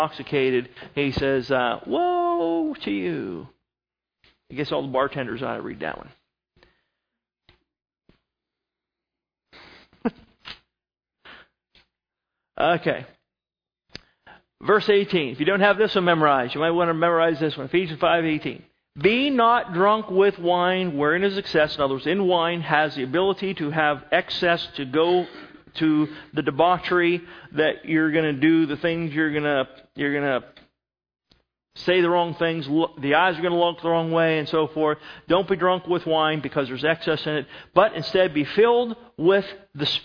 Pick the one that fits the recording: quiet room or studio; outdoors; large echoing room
large echoing room